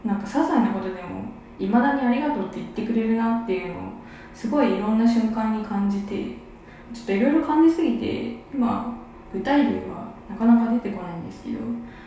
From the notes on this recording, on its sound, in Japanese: 今日はお風呂で収録してみました